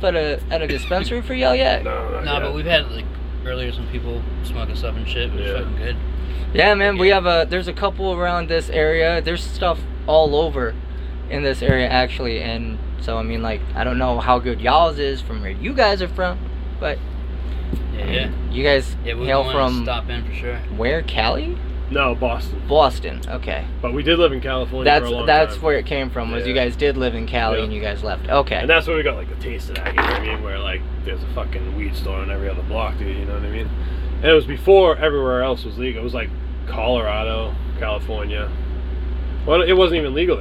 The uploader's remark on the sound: In their RV at the venue Elevation in Grand Rapids, Michigan. They are on The Still Panicking Tour.